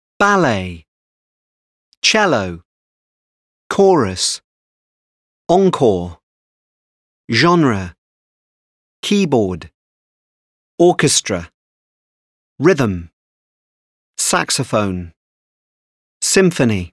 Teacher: Stress on first syllable